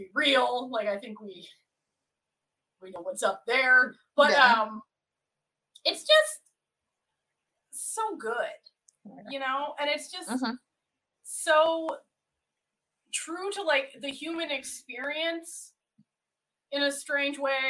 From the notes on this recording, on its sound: A true struggle went into the recording of this episode. Apologies for some sound issues- we had technical problems during the recording!